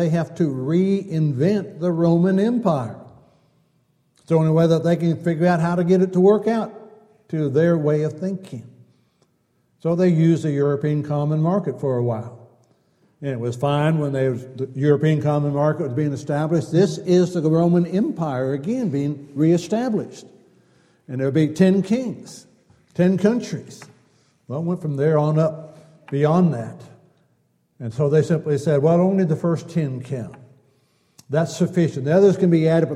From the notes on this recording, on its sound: Downtown Church Of Christ Audio Sermon.